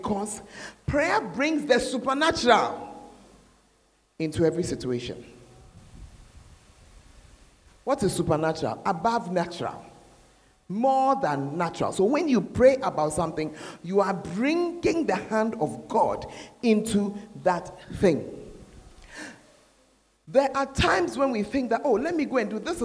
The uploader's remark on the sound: Preached at the Fountain of Life Cathedral, Ayeduase.